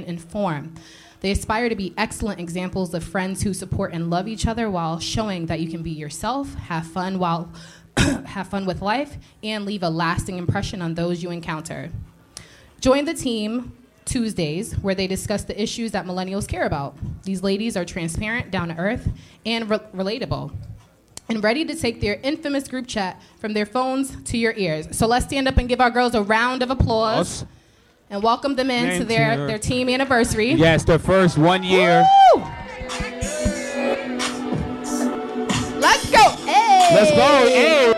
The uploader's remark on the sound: we had to celebrate big with a live show!